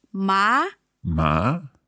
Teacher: Second tone is going up.